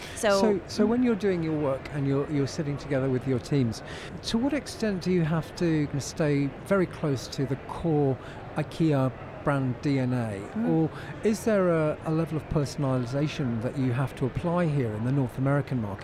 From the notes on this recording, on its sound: Recorded live in the heart of New York City during NRF 2023.